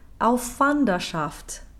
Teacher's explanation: if there isn't enough time to get both an F and a V out together, then all we need here is a slightly lengthened unvoiced consonant